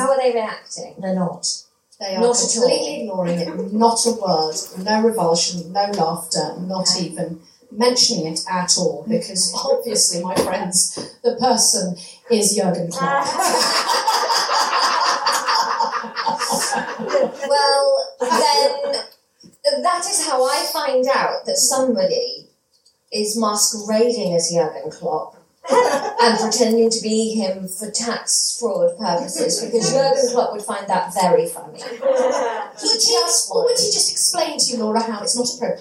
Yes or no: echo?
yes